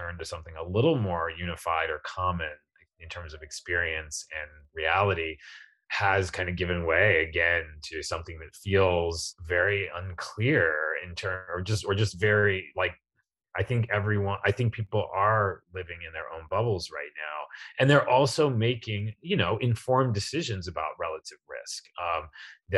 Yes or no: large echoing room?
no